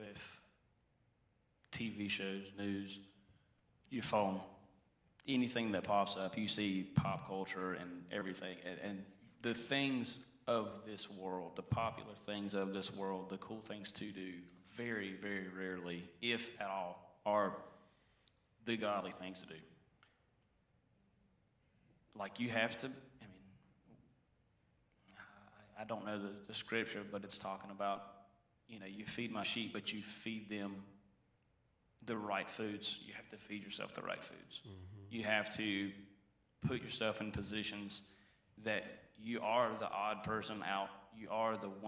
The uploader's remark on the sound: Sermon audio from Mission Church in Locust, NC.